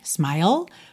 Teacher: O E final é mudo e você termina esse som com língua no céu da boca, tá? Que é o L.